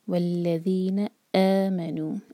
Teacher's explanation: آ دو حرکہ، یہ ہے مد بدل. مد تبعی جو حمزہ کے ساتھ آئے وہ مد بدل ہوتا ہے اور یہ دو حرکہ کھینچتا ہے.